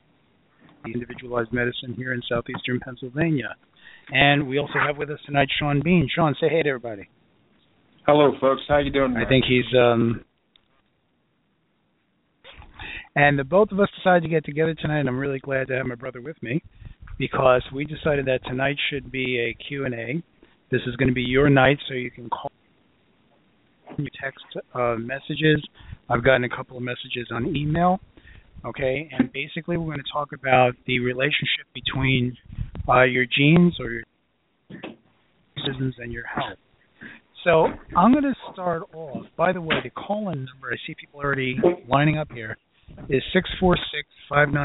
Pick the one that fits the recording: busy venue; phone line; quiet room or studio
phone line